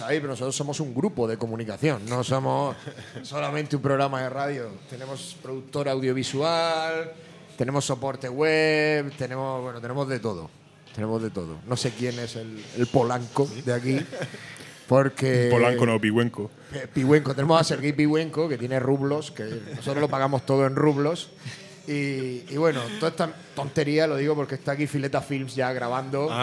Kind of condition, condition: setting, busy venue